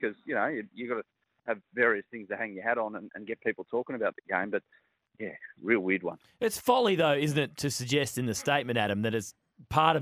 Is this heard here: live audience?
no